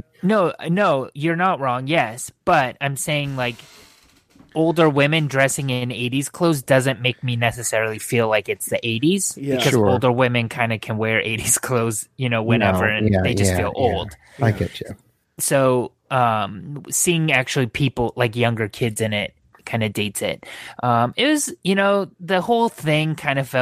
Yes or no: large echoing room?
no